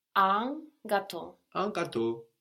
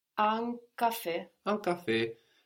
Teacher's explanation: that N is getting swallowed up, it's at the end of the syllable, it's getting swallowed up and affecting the vowel before it